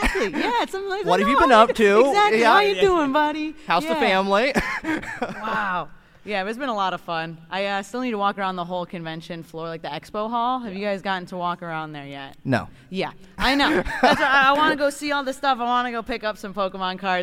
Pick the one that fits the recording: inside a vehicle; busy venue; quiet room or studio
busy venue